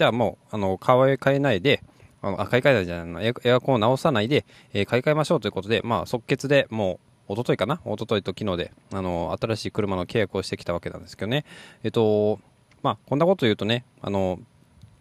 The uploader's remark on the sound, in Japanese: 車のエアコンが効かなくなってしまったので収録場所と時間を再検討